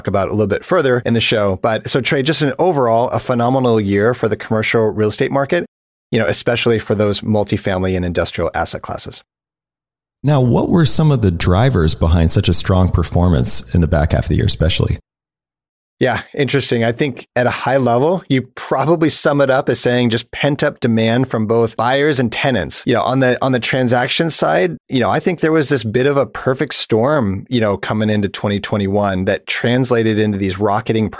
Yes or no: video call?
no